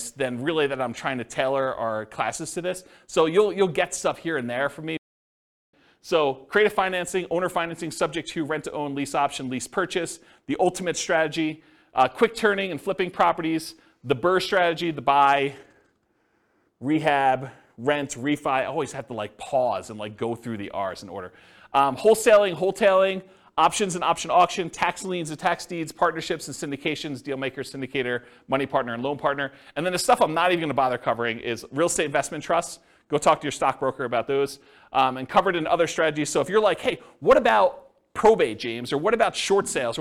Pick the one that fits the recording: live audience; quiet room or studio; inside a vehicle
live audience